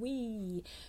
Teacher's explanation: slide from an oo to an e to make a W · Term: slidey sound